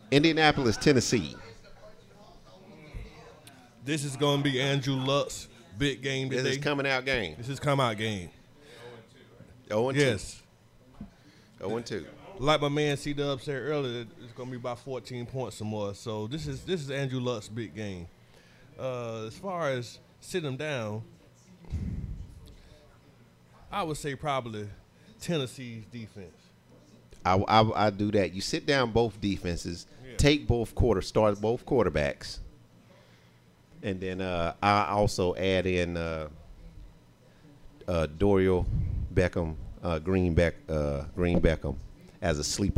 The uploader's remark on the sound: NIX Sports Live Show!! Live from B Woods.